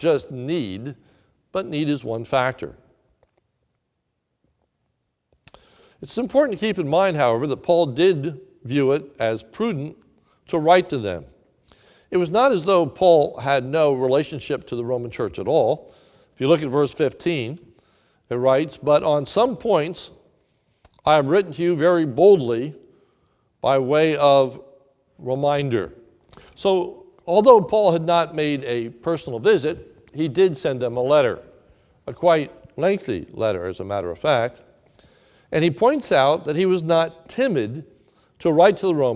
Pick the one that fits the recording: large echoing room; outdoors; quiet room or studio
large echoing room